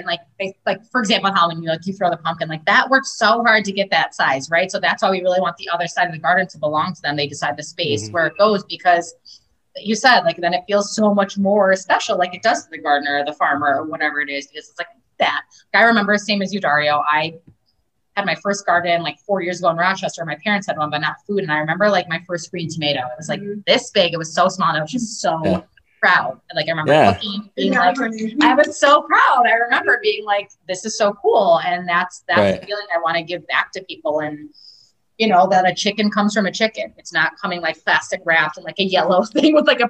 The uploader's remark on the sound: Recorded Live on Zoom 6/28/2021